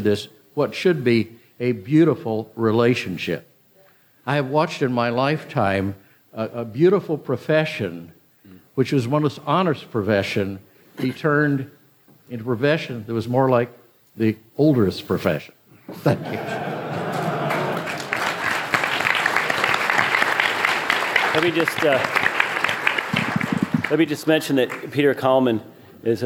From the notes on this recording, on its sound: Recorded at the Mises Circle in Phoenix, Arizona, on 7 November 2015.